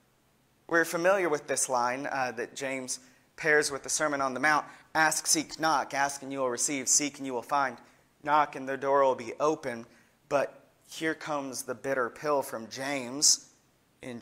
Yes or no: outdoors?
no